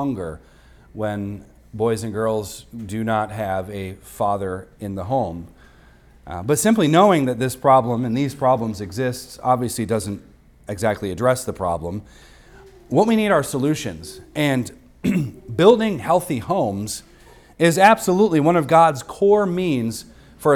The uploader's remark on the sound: recorded on Sunday, December 3rd, 2023, at the weekly worship gathering of Cross & Crown Church.